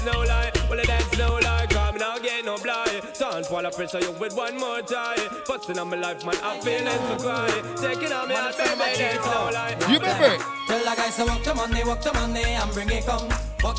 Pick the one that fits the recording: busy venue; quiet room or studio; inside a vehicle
busy venue